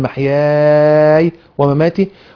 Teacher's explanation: منها قراءة بالمد محياي، بالمد مد الطويل محياي ومماتي، والقراءة بتاعتنا قل إن صلاتي ونسكي ومحياي ومماتي.